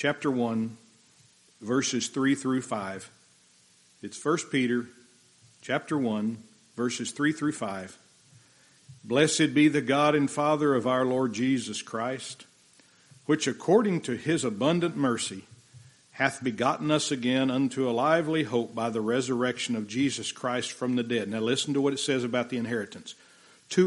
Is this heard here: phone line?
no